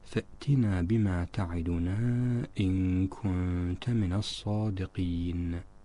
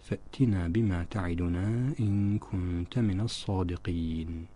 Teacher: هذا ليس بصحيح من الناحية الفنية التجويدية، وإنما نقف على النون بإسكانها بدون قلقلتها أو إعمال ترجيع لها في المخرج · Shown in: second take · هكذا: فأتنا بما تعدنا إن كنت من الصادقين.